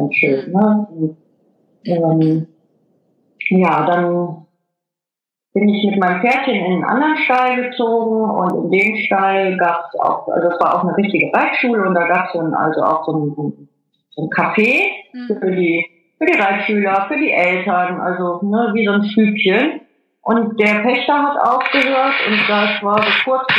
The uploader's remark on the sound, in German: Per Skype interviewt.